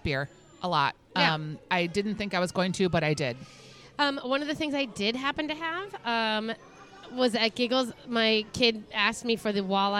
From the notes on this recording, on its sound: Live from Angry Birds Universe at the Minnesota State Fair. Take a stroll through the new Angry Birds Universe exhibit in the North End and visit the Dirt Stage in the Ag Hort building.